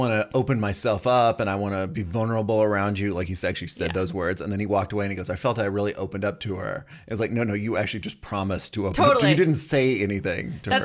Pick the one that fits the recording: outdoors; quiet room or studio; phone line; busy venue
quiet room or studio